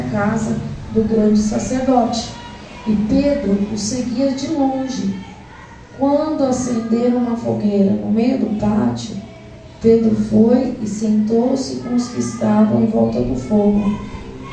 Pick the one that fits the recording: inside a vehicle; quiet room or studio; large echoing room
large echoing room